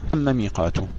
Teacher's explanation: وأيضا تم ميقاته، تم ميقاته هذا مثال على المشدد. اجتمع ميمان في كلمتين، لكن الأولى منهما مشددة، لذلك لا تدغم في الثانية